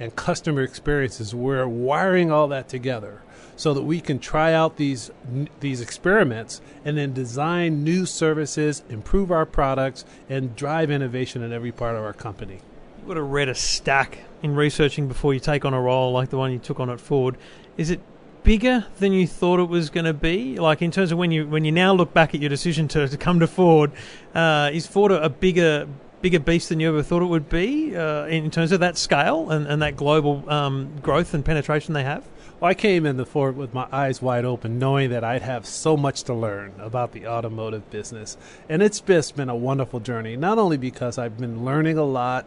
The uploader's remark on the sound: Live in Barcelona for Mobile World Congress 2015